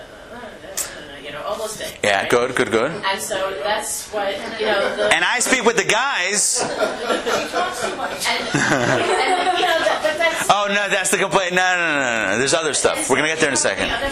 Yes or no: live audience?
yes